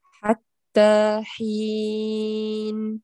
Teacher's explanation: حتى حين. ليس تا، لا تفخميها